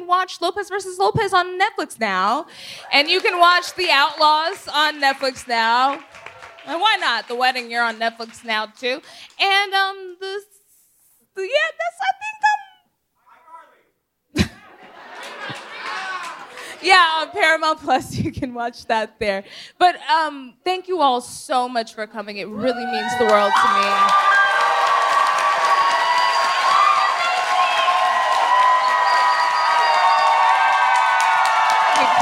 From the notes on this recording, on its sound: This week, Scam Goddess is Live from the Den Theatre in Chicago.